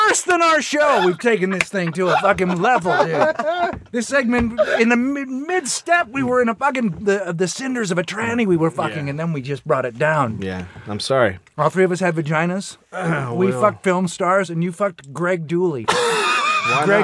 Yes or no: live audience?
no